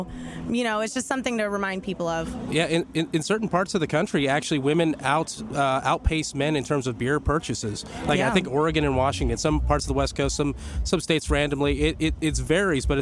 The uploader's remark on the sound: Live from Tinypalooza 4.5! As we struggled through some technical difficulties.